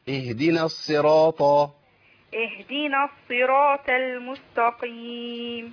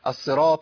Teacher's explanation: حضرتك بس بتجيبي تاء بدل الطاء · Shown in: second take